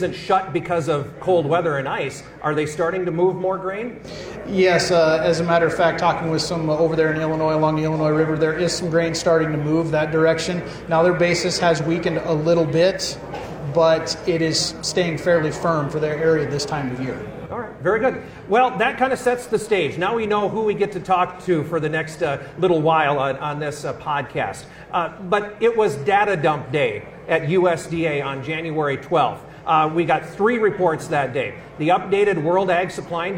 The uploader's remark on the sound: This episode was taped in front of a live audience at the 2023 York Ag Conference in York, Nebraska.